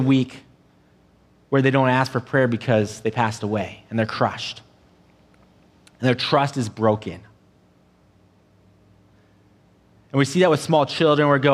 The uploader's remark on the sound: an audio only recording of our service